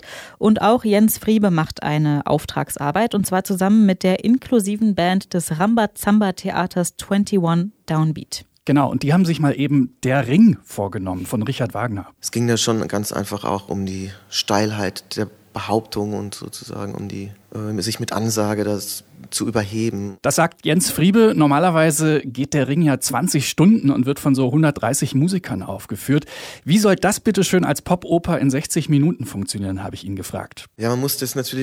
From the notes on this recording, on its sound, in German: Detektor.fm beim Pop-Kultur-Festival 2019.